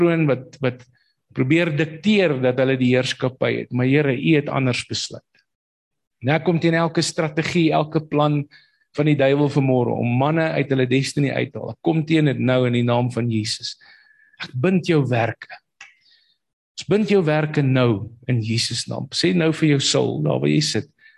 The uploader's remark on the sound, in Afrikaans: Manne van die Woord Zoom Byeenkoms